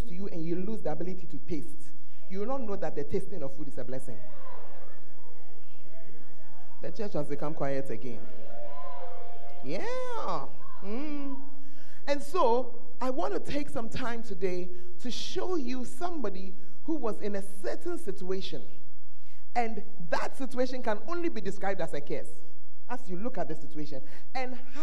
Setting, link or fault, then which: setting, large echoing room